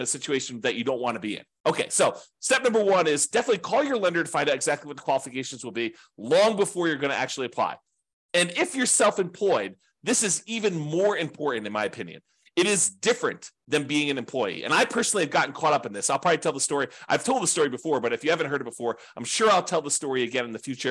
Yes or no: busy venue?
no